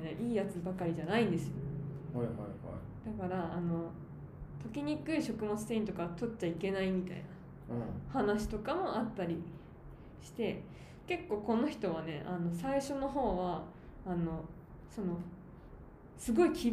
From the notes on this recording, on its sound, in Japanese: 収録は2月に対面で行いましたので雑音多めです。